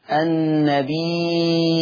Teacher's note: يقرأ ورش هذا اللفظ في القرآن بالهمز